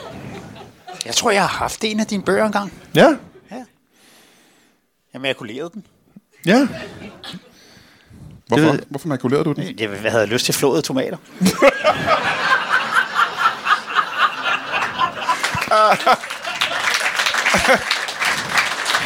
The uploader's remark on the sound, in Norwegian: Endelig tilbage på 27b i gode gamle Kolding. Publikum er levende.